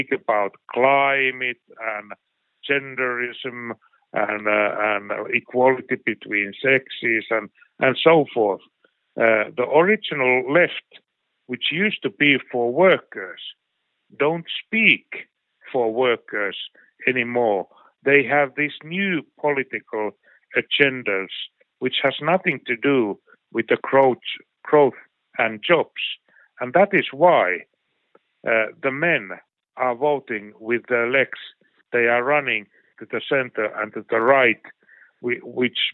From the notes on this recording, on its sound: The interview was conducted. Via phone.